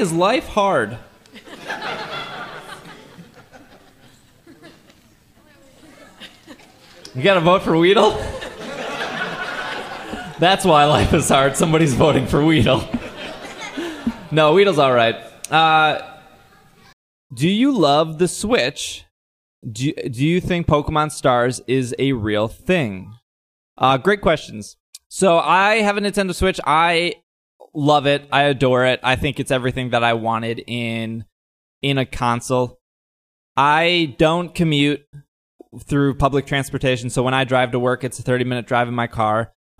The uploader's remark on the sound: Live Show Recorded live at C2E2 2017. You hear a lot of "nopes", but they are kept. This has been cut down from fully live version!